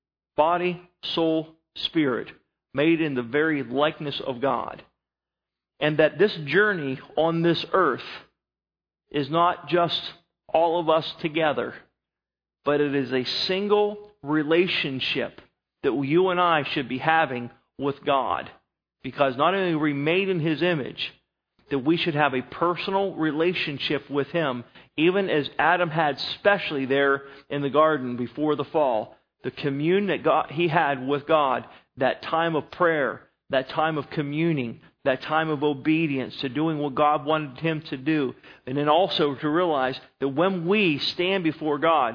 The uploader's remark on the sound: Sermon was recorded October 19, 2011 at Northside Baptist Church of Elkhart, Indiana